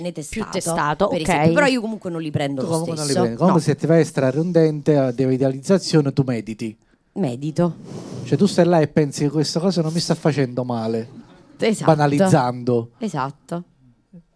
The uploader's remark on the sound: Live dal GhePensiMi